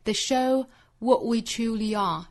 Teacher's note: 若读成 the，尾部 t 略掉